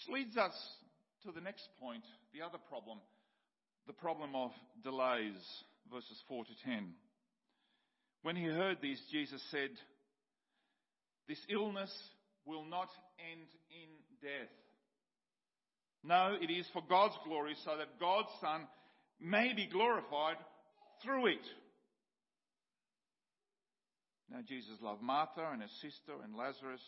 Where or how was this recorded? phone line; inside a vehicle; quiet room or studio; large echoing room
large echoing room